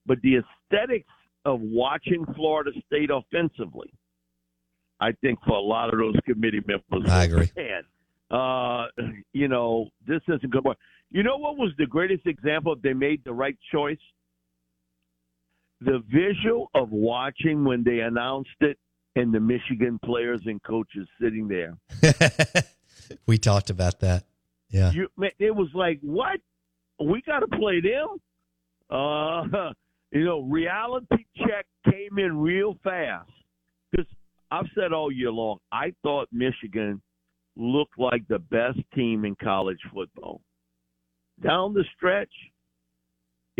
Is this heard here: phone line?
yes